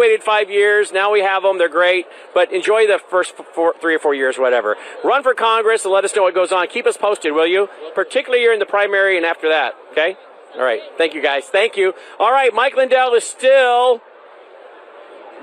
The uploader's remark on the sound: Live From CPAC